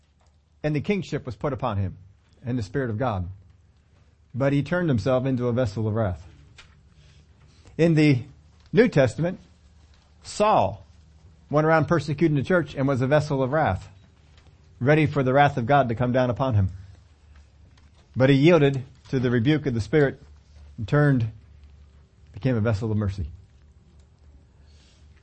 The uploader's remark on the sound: we take them on in this Sunday service